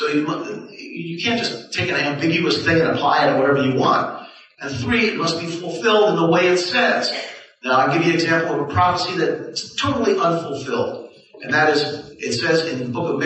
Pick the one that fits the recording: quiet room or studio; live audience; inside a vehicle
live audience